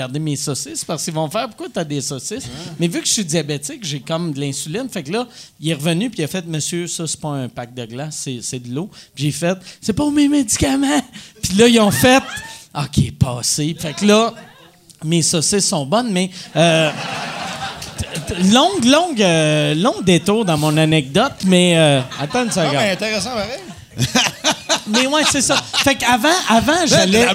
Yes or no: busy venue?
yes